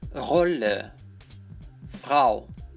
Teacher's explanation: Она нам дает в большинстве случаев вот это вот грассирующее R, язычковое R.